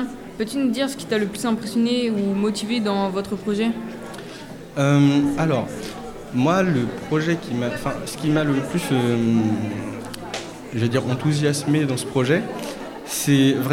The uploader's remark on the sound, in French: Emission réalisée en directe et en public à l'occasion de la célébration des 60 ans de l'académie de Reims.